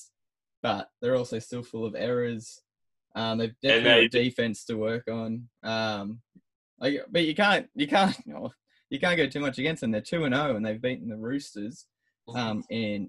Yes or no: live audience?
no